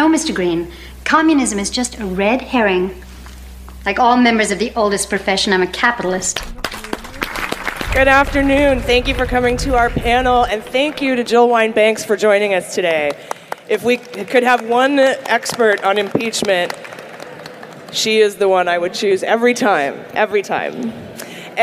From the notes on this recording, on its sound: This week's episode is from our panel at Politicon in Nashville.